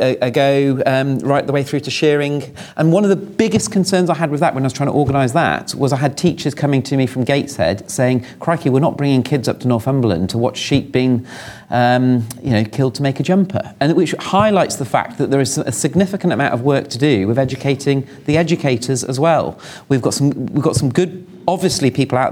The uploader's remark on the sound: The Farmers Weekly Question Time event at the Great Yorkshire Showground. Recorded in front of a live studio audience.